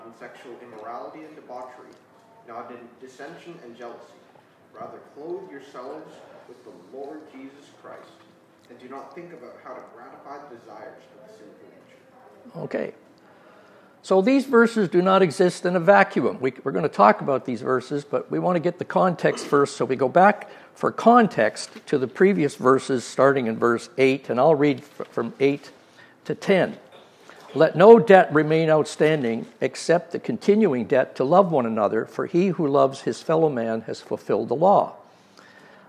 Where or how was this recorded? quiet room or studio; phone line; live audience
live audience